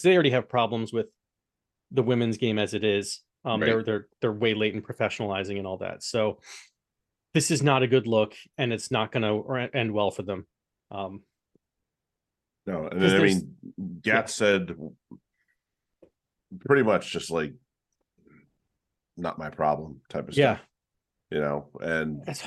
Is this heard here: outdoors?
no